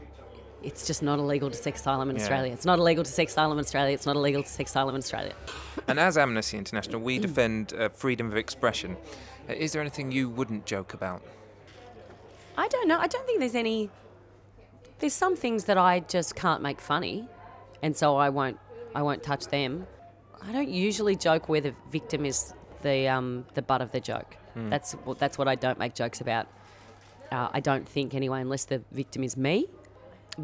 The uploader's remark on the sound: in Abbatoir Bar at the Edinburgh Fringe Festival